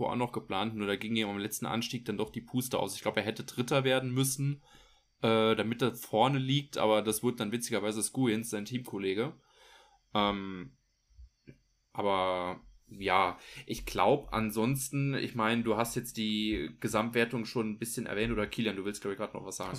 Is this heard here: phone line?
no